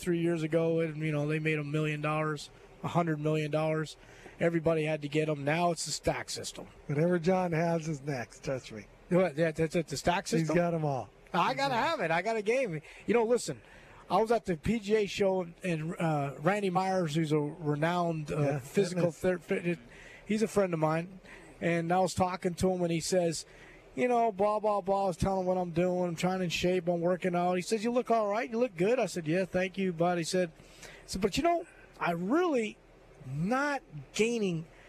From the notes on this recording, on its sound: LIVE From Terry Thompson Chevrolet